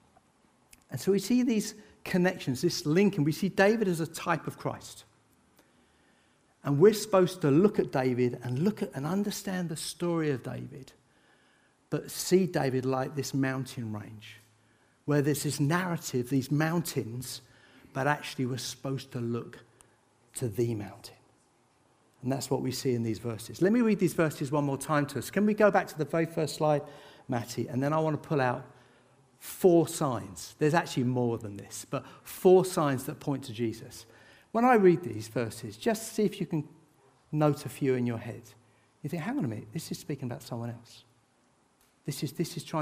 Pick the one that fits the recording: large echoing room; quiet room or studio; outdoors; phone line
large echoing room